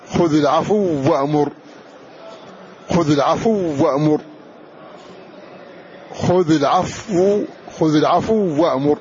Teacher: أدغمنا هذه الواو مع أنها وقع قبلها حرف ساكن ولكنه كان ساكنا صحيحا